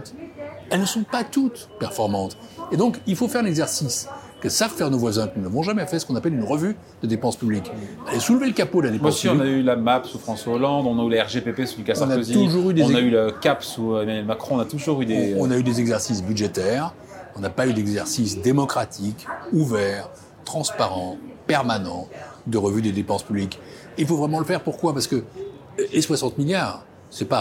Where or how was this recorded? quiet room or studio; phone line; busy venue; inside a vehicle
busy venue